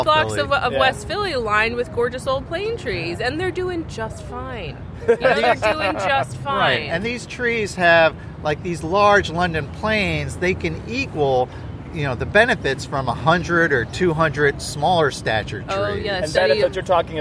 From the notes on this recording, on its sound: Recording outside on the Benjamin Franklin Parkway